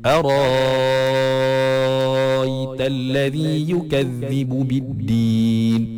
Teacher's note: Dia jadi macam mat lazim lah. Dia jadi mat lazim. So dia kena jadi panjang 6 harakat.